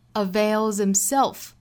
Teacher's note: avails 再跟后面的 himself 可以做一个连读击穿，把 himself 的发音给击穿掉